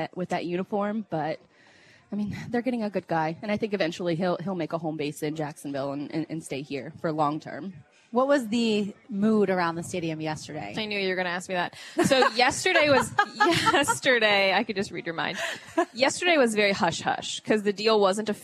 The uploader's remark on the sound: The girls are live at their new Dream Finders Home at EverBank Field.